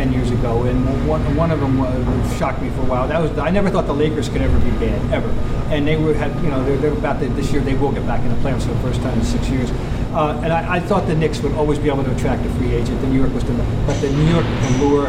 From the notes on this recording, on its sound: On location, from the brand new (kinda) TD Garden! Recorded following the Celtics - Mavericks contest.